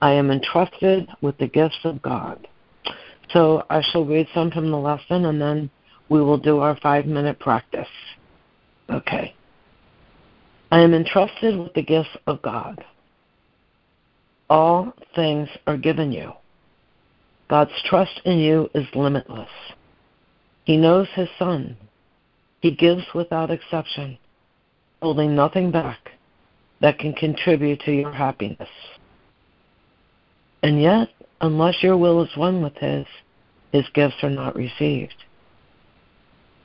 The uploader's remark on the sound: ACIM Daily Conference Call